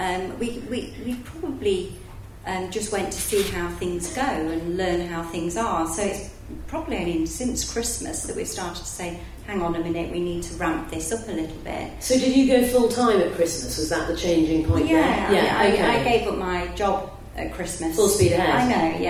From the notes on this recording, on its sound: A very special session this week as it was recorded live on stage at Enterprise Nation's Festival of Female Entrepreneurs last month.